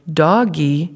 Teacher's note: the child is producing an aw in the first syllable and an e in the second syllable